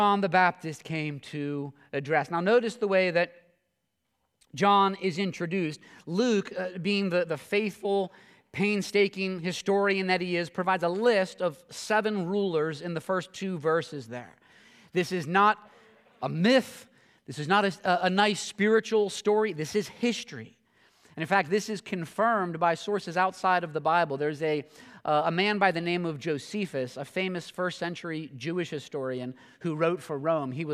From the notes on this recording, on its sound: this sermon at Covenant Fellowship Church